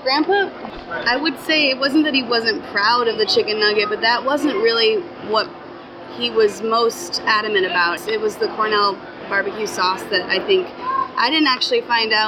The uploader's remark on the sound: Recorded August 2018 at the New York State Fair.